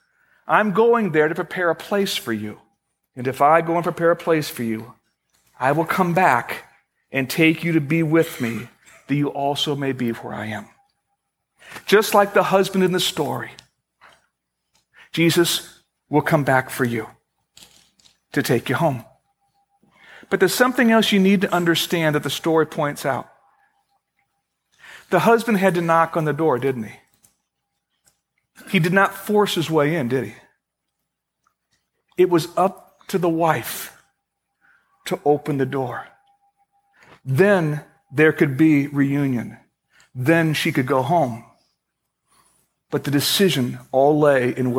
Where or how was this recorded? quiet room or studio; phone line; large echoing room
large echoing room